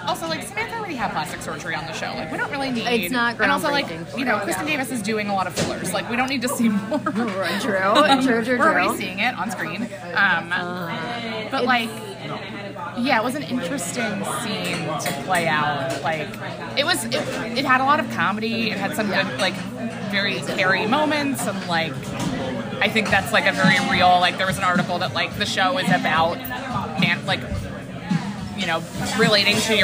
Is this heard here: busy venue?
yes